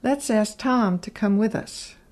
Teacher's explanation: To is usually reduced to a slight T sound.